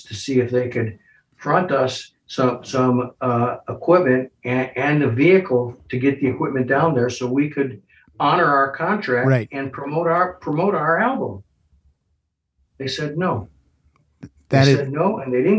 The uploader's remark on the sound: to the "Zoom Room"